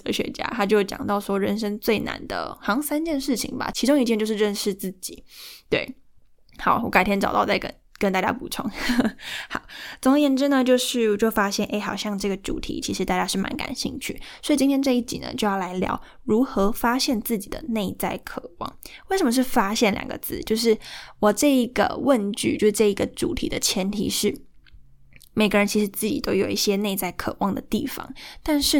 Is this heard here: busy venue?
no